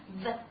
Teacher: 不要我。那么注意一下，这是一个相当于是一个，它是一个摩擦音。那么发音的时候，这个 v 注意上齿碰下唇啊，很自然的震动 v